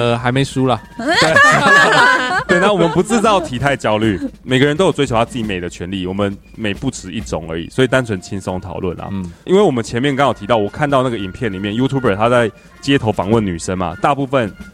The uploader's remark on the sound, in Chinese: 錄音地點:桃園中壢健身房-氧氣肌地